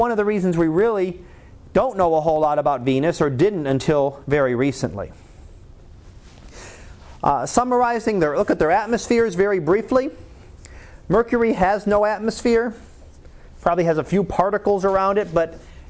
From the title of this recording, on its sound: Live Class Lecture